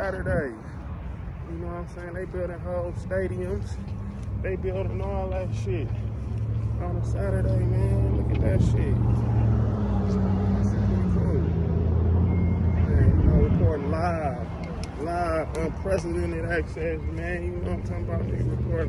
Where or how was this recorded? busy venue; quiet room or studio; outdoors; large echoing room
outdoors